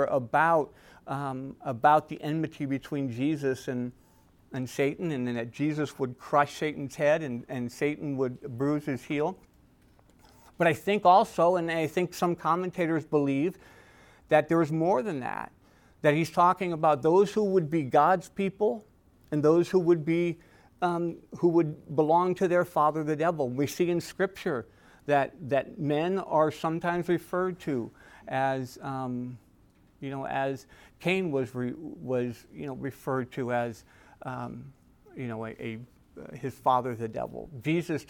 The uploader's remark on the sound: Recorded at Emmaus Church in Buford, GA.